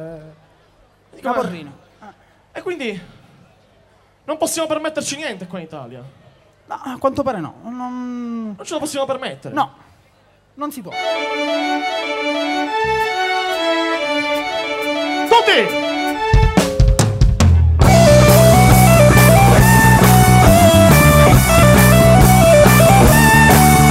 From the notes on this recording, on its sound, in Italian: Concerto del Primo Maggio Ennese 2015. Speaker sul palco.